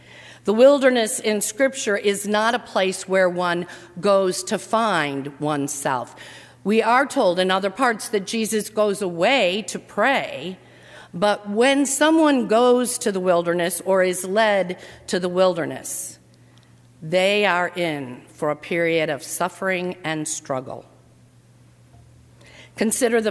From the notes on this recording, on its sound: during the 7:00 PM Ash Wednesday service on Sunday March 6, 2019, at First Presbyterian Church of Arlington Heights, Illinois.